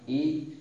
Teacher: ඒ කියන අකුර කණ්ඨ තාලුජයි. ඒ කියන්නේ තල්ල සහ උගුර කියන තැන් දෙකම උපකාර වෙනවා ඒකාරයි ශබ්ද වෙන්න.